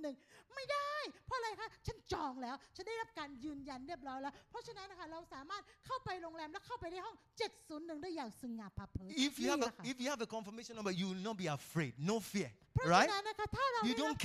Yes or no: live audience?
yes